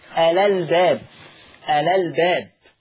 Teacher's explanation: كلمة الألباب فيها نقل، فهتبقى لام مفتوحة